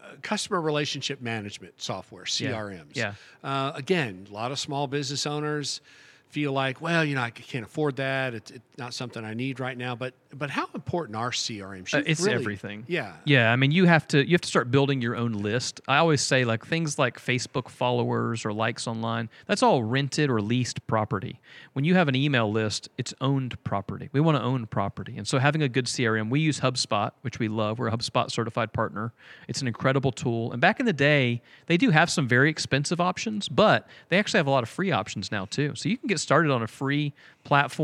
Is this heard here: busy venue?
yes